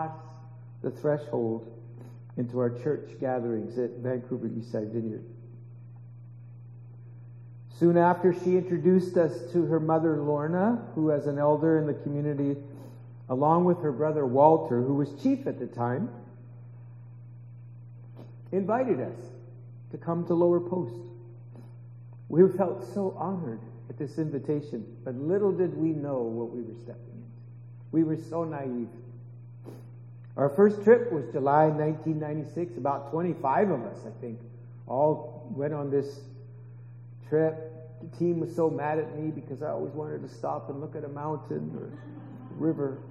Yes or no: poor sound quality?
yes